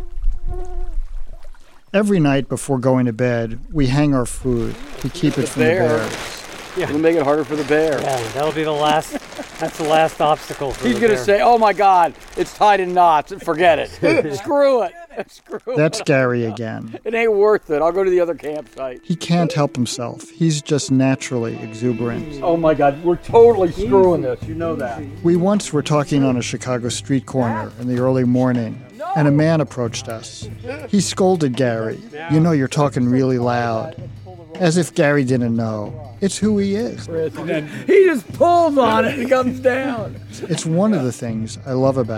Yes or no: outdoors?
yes